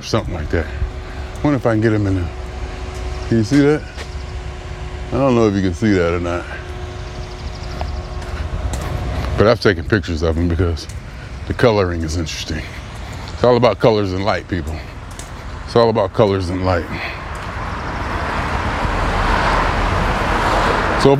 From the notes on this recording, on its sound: Me Walking Talking.